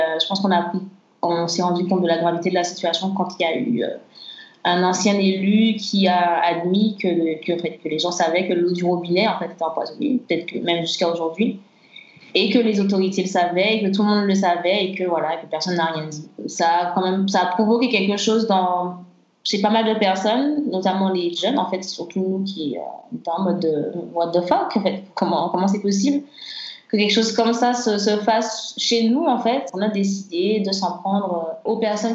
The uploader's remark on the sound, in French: Nous avons enregistré via Skype